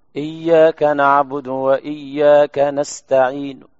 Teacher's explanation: نستعين هو طبعا صوت منخفض، ثلث حركة، ثلث حركة الضمة، ما هي ضمة كاملة. نستعين، يسمع القريب دون البعيد طبعا، عشان المكبر كل المفروض يسمع. · Term: الروم